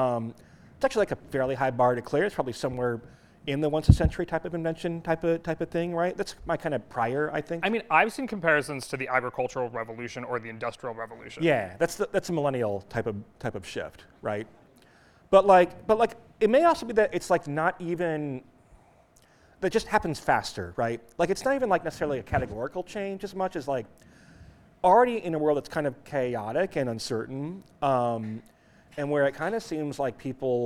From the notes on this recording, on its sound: The FiveThirtyEight Politics podcast held a live taping at The Bell House in Brooklyn on Wednesday night, its first return to a live venue in New York City since the pandemic.